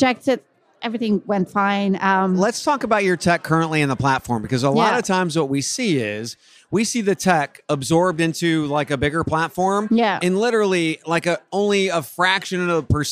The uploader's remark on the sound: live at iCIMS Inspire in San Diego